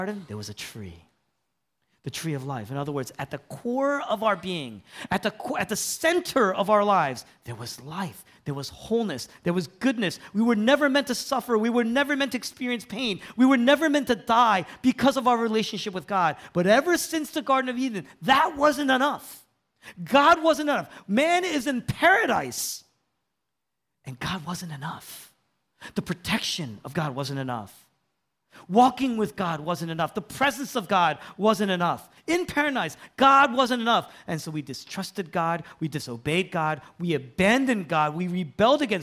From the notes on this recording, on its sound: was originally preached in East Falls, Philadelphia on April 9, 2023